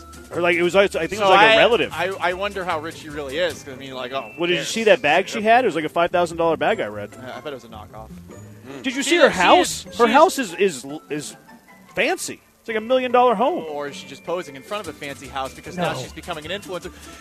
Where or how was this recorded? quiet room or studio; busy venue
busy venue